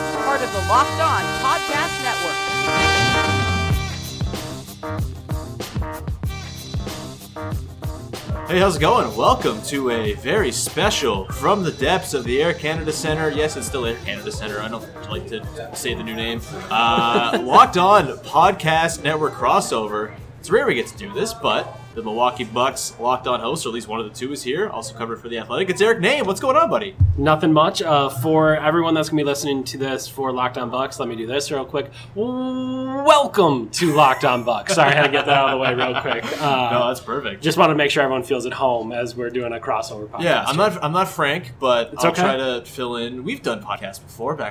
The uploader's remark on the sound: Live! from Raptors/Bucks.